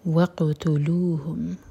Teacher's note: قاف پر سکون ہے، قاف پر قلقلہ کریں گے